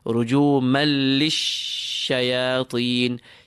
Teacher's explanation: Idgham into the lam and ra is applied without gunna. So you connect, you grab the lam, and then continue as soon as possible.